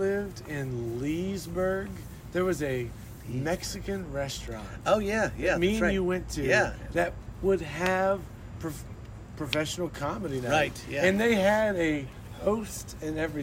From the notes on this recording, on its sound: We sat outside for this one!